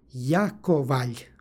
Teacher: kod ovih prisvojnih prideva L se na kraju jotuje i izgovor je lj. S druge strane, pošto je sonat na kraju reči, a ispred njega suglasnik, u ovom primjeru to je također sonant, dodaje se nepostojano a, stoga je izgovor Jakovalj.